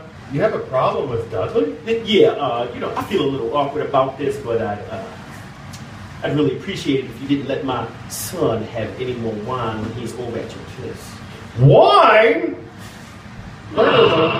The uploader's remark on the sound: the recording quality is not as great as the others